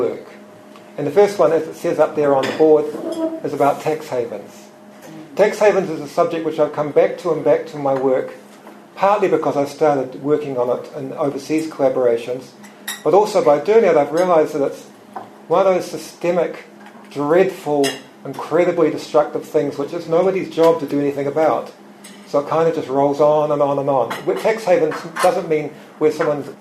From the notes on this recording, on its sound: Recorded live at Nelson's Yaza Cafe.